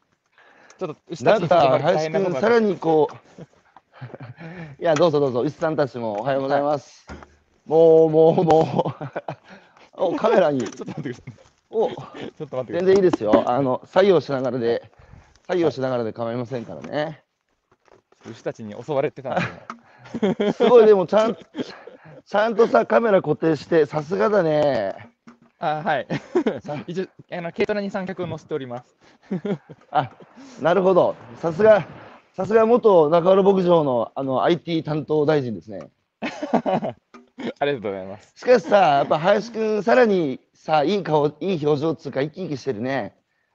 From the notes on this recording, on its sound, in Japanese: 長野県平谷村。歩きながら1時間、対談する。